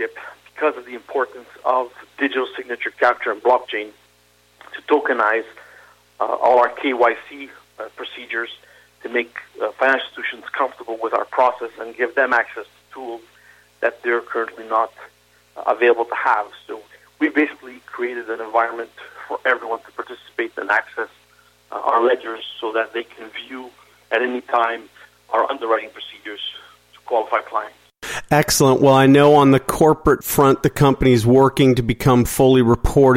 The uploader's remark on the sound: SmallCapVoice Interview. Called.